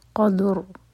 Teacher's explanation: قوف پر ہے فتحہ تو اس فتحہ کو دیکھیں گے تو رو کو ہیوی کریں گے. قدر تو دال پر قلقلہ اور رو ہیوی